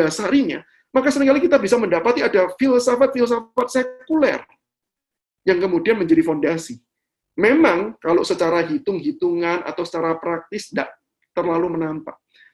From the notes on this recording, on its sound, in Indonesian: Rekaman Webinar yesHEis.